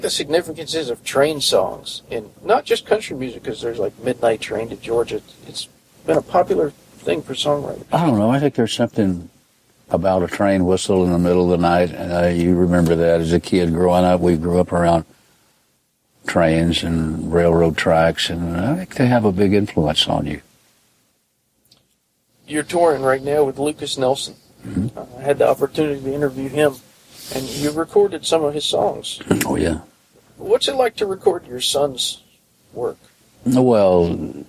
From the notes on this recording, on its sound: on the tour bus outside of The Tabernacle in Atlanta, Georgia